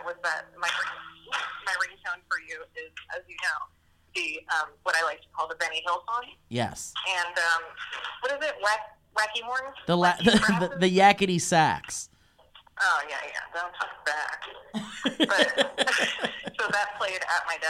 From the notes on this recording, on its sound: This episode features 3 special SURPRISE guests via phone call!